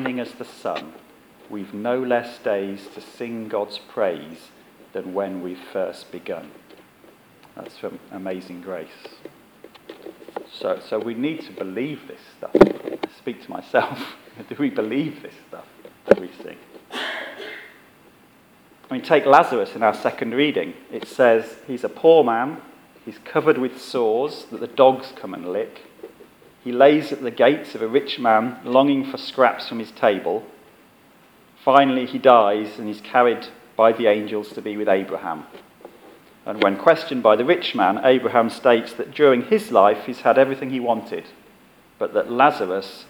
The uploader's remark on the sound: Our sermon from the 11am service on Sunday 25th September 2016